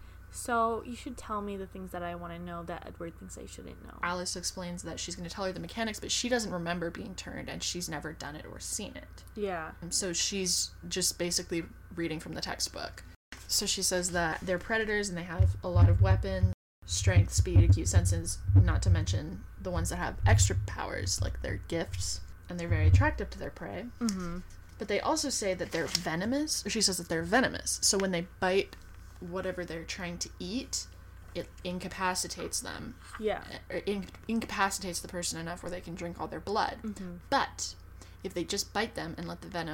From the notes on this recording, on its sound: We're sorry for any sound issues we both have ADHD and sometimes can't stay still.